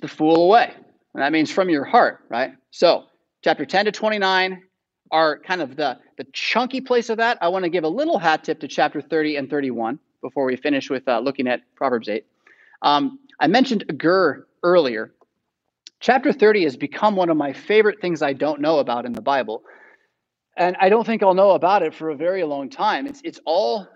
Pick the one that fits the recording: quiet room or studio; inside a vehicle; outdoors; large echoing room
large echoing room